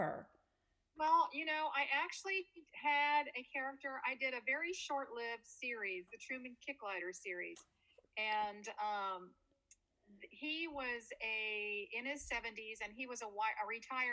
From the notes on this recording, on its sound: The sound quality within this episode is not up to our normal standards, we sincerely apologize for that.